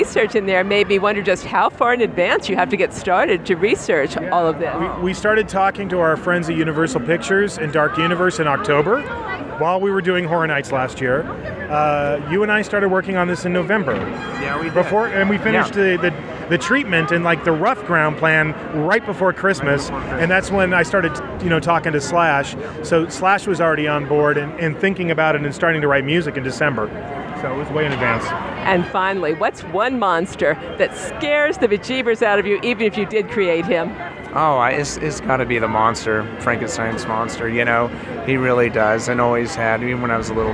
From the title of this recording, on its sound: Onsite at ScareLA™ 2018